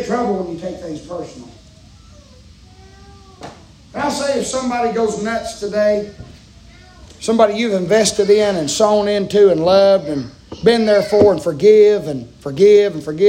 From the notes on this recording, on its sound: preaching live from Still Water Baptist Church